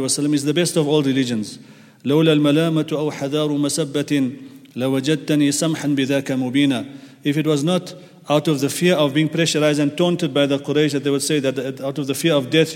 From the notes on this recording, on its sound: at the Houghton Masjid (West Street)